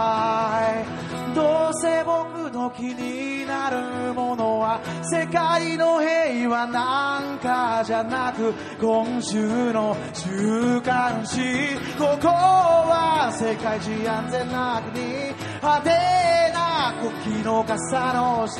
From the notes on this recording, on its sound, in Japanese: 収録場所／ mona records (東京・下北沢駅南口)。東京・下北沢のmona recordsを会場に。収録場所／ mona records (東京・下北沢駅南口)。